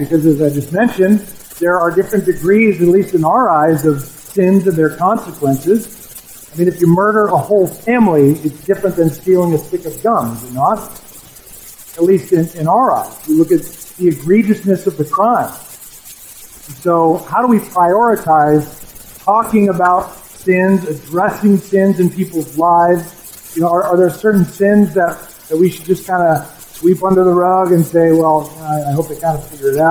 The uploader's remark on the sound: We are aware of and troubleshooting audio issues with the recording